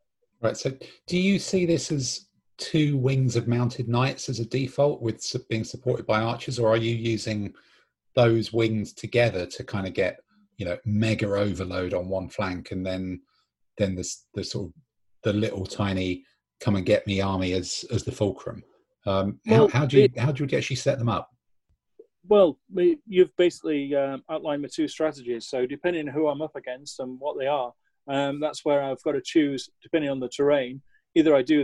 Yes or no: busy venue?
no